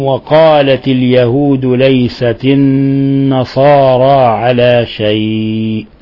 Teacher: لاحظوا كيف كسرنا التاء لأنه جاء بعدها همز وصل، هذا يسموه القراء كسر من أجل تخلص من الساكنين، كسر تخلصا من التقاء الساكنين.